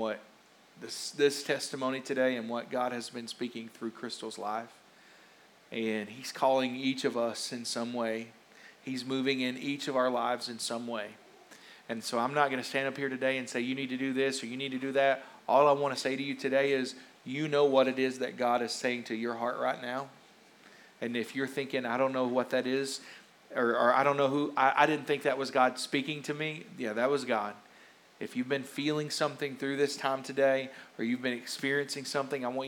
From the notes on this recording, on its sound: a rebroadcast of our service from October 31st, 2021